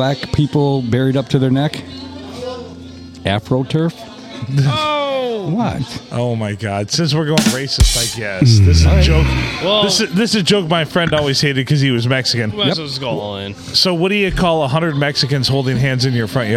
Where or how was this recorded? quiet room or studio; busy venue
busy venue